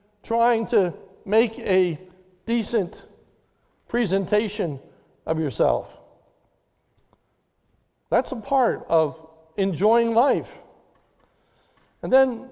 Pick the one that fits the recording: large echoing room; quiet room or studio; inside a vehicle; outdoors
large echoing room